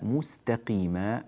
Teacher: في قوله تعالى مستقيما، نرقق السين والتاء ولا نقول مستقيما